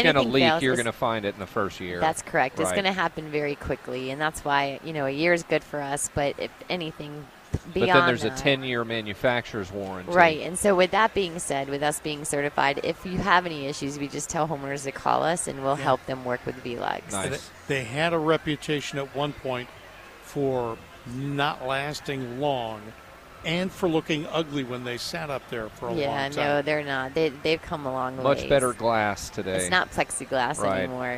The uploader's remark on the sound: Live from the NC Pet Expo